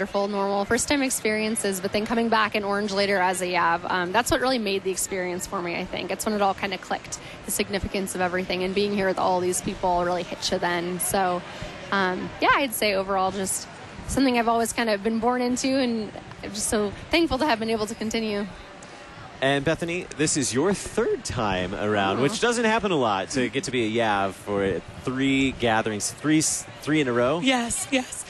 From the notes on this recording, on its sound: Live from the 2019 LCMS National Youth Gathering